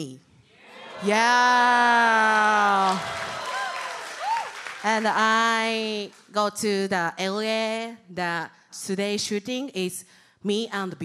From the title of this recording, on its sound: The Podcast LIVE! Snippets from Chicago!